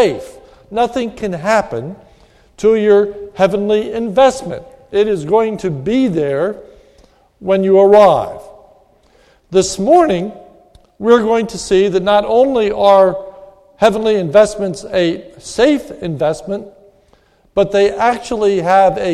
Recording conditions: large echoing room